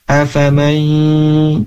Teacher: ini harus dibaca gunnah atau dibaca ditahannya, dimasukkan ke hidung.